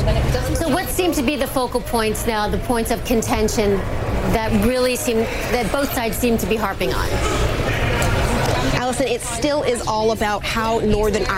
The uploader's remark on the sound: live from the New York Stock Exchange